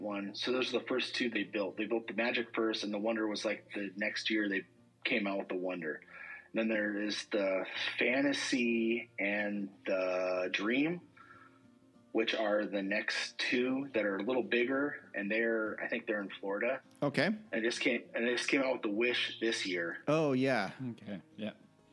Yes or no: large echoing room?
no